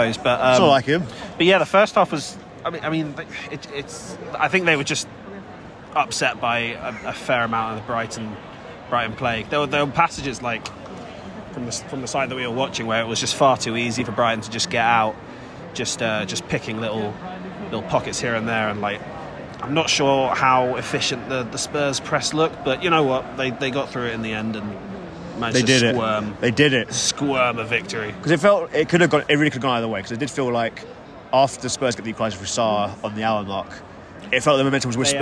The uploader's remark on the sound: From the Tottenham Hotspur Stadium